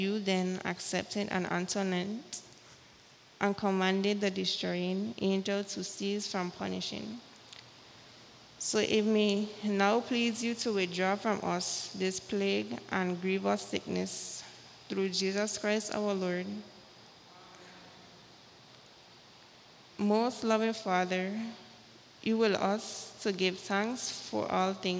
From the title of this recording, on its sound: Live with St.John Episcopal Church Service U.S.V.I